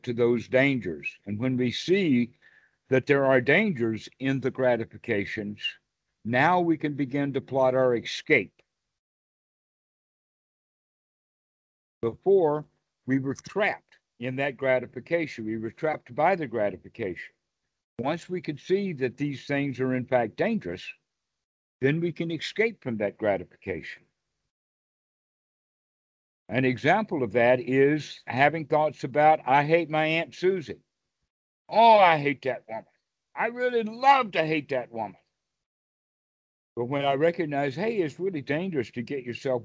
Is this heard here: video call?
yes